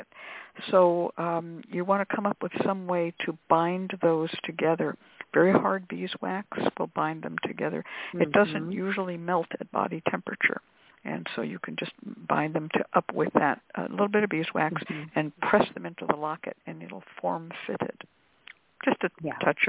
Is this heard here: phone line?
yes